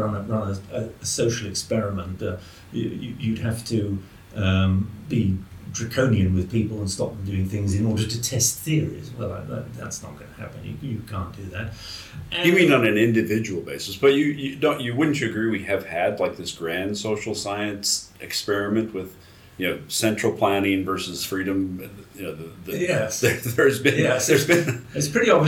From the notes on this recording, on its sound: Recorded in Oslo, Norway at the 2022 Mont Pelerin Society Conference